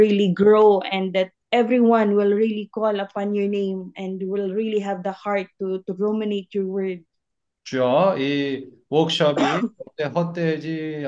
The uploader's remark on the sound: Zoom meeting.